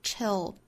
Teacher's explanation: 注意结尾这个舌侧音，舌尖抵上齿龈发